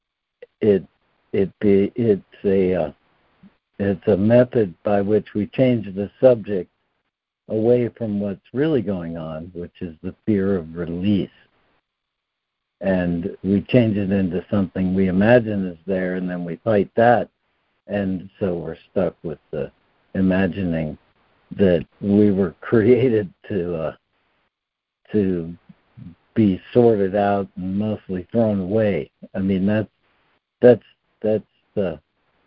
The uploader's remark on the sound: ACIM Daily Conference Call.